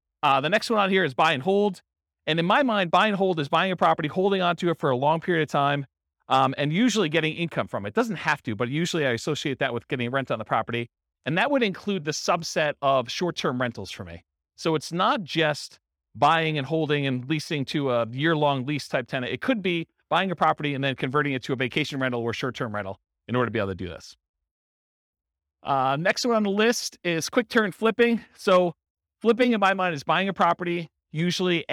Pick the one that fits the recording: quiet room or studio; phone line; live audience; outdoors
live audience